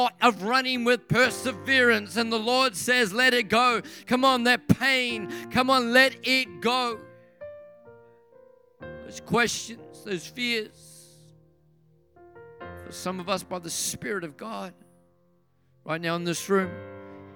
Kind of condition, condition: setting, large echoing room